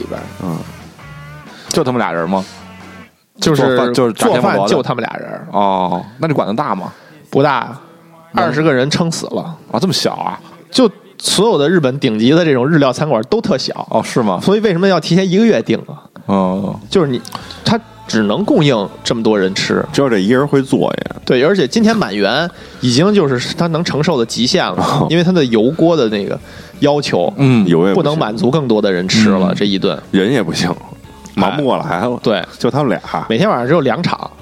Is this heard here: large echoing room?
no